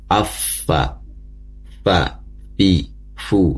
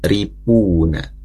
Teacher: Jadi makhraj fa itu posisinya di lidah afwan di bibir bagian bawah yang menyentuh gigi seri. Ujung gigi seri atas. · Shown in: first take